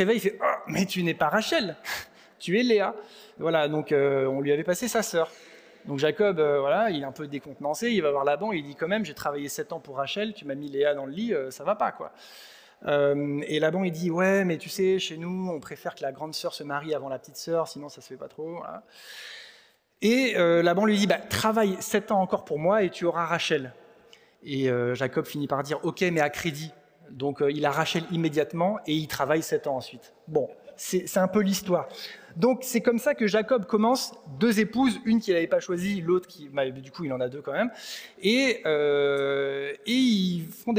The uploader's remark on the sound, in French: Enregistré à l'église CVV, le 14/05/2023